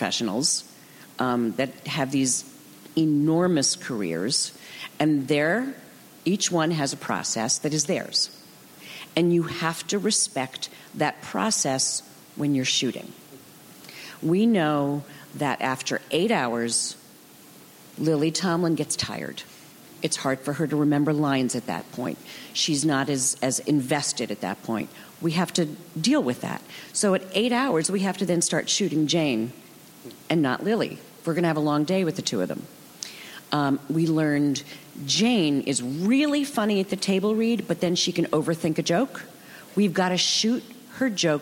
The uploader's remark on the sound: Recorded June 5, 2015 at ATX Television Festival.